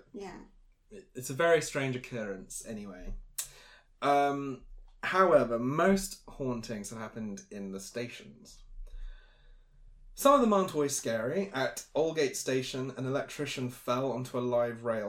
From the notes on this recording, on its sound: APOLOGIES ONCE AGAIN FOR AUDIO.